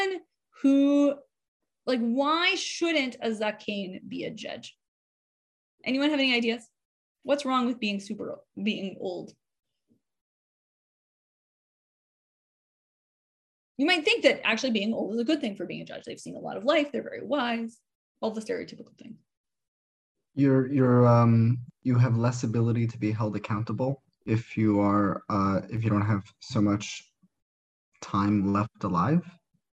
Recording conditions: video call